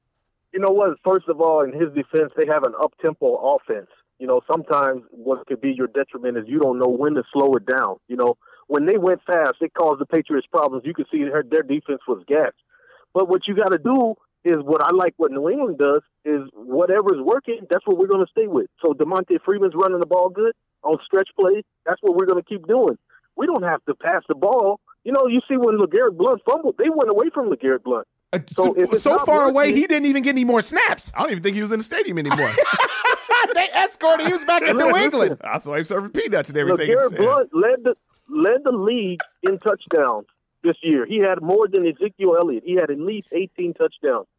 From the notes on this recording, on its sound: the guys take some listener's calls